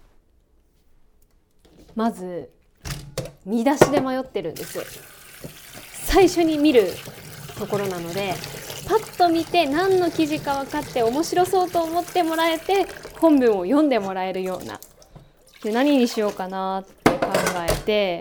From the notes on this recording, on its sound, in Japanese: 今回はキッチンで料理を作りながら収録しました。